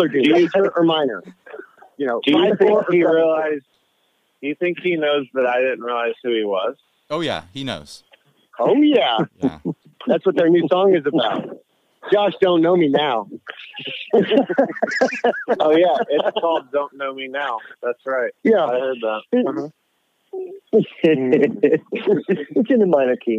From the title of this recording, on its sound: On the phone